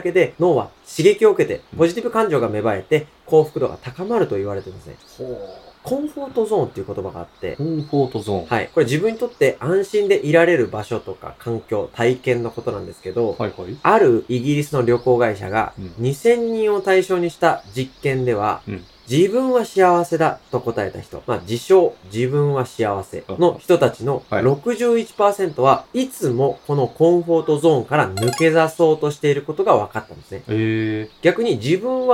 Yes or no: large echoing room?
no